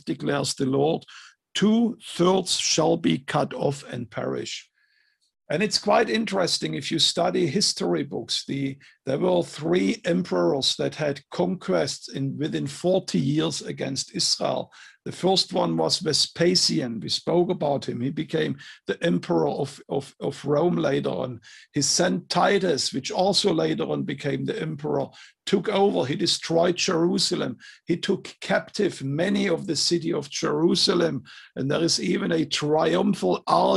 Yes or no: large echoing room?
no